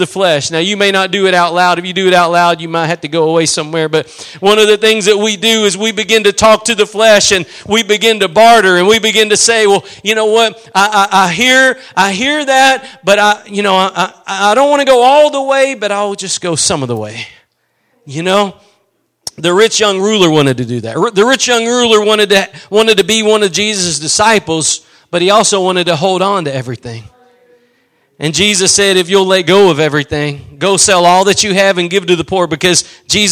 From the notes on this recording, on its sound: Preached at Gospel Lighthouse in Bossier City, La.